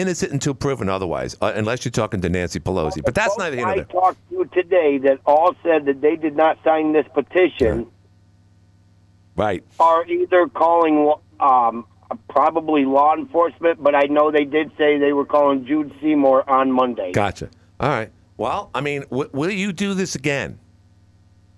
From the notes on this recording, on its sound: Councilwoman called. Including two callers who are auditing petitions for Watertown city council races.